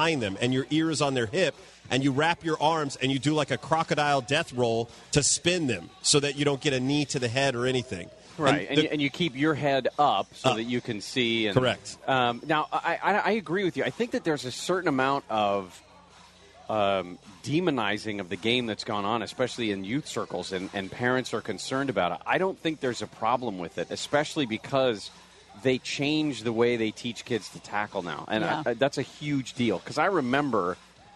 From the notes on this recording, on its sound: LIVE From Los Angeles Chargers Training Camp. Training camp at the Jack Hammett Sports Complex in Costa Mesa.